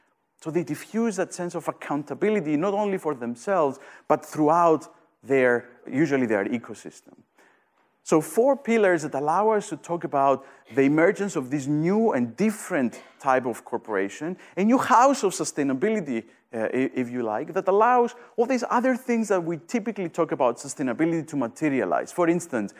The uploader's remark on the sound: Event audio